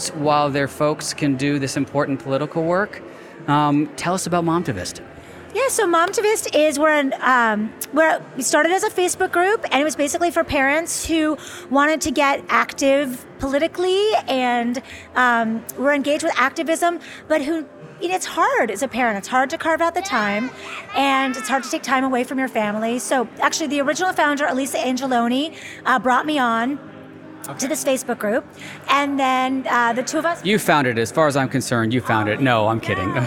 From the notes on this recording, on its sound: Today we are taking you into the field to get the sounds and vibe of Saturday’s Vote Forward’s Big Send Letter writing party in Los Angeles. We get some inspiration from volunteers writing letters to voters.